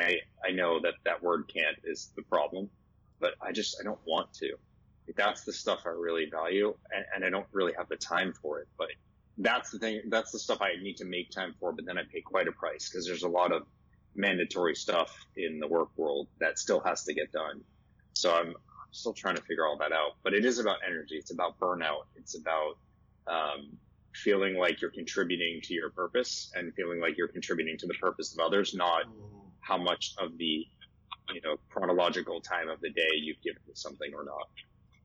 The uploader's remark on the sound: the audio quality is not super top-notch